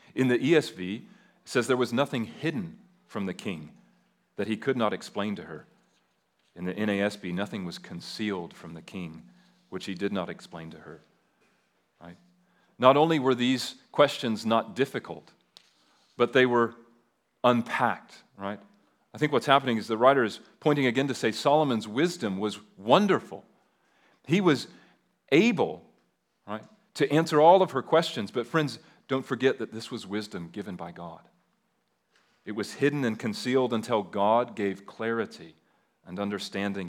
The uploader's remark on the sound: at Liberty Baptist Church in Liberty, Missouri.